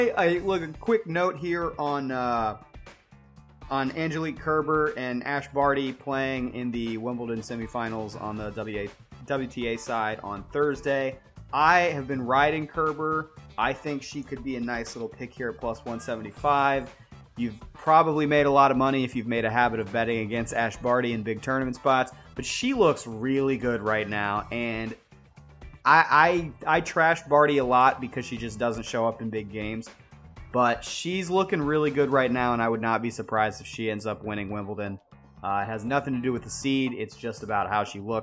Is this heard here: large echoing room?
no